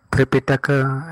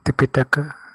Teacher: Yeah, mostly the R is removed. · Shown in: second take